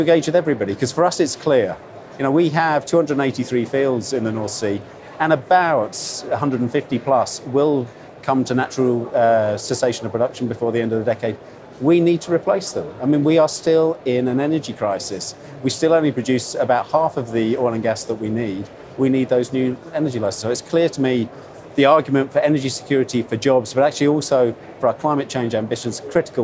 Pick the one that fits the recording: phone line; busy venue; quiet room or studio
busy venue